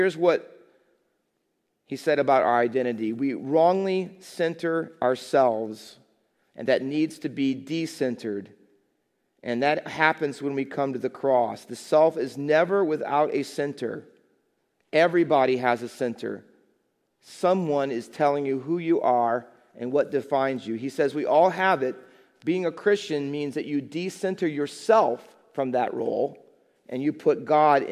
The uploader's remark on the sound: Faith Baptist Church in Hamilton, NJ.